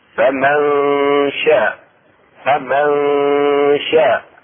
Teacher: إخفاء النون الساكنة عند الشين